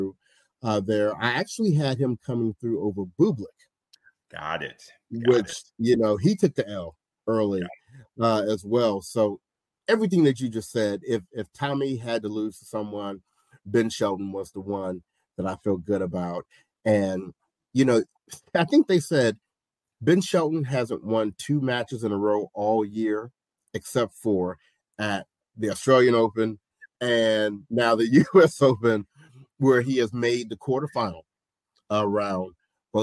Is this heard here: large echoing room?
no